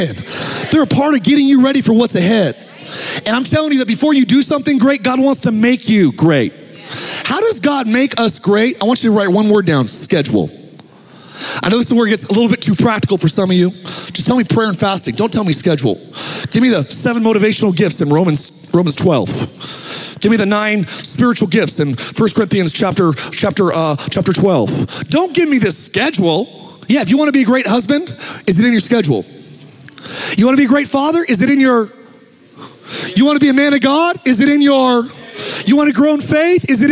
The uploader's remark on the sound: Recorded live at Capital Church in Meridian, Idaho